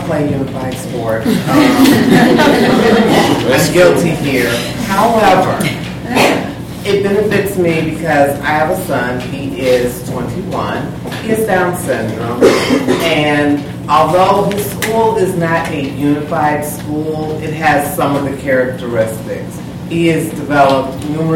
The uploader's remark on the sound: LIVE panel discussion from Special Olympics North America's Inclusive Youth Leadership Summit in Chicago